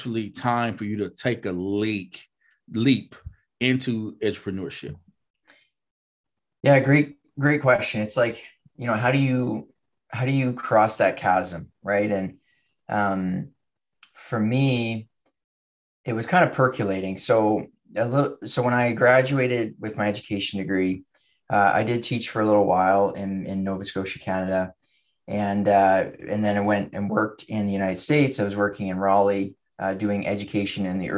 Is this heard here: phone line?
no